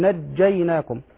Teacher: فالجيم من الحروف الشديدة، يعني ينحبس صوتها